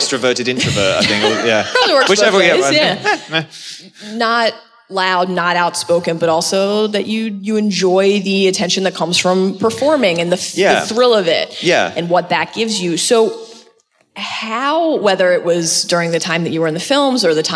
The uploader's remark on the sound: Live From LeakyCon 2018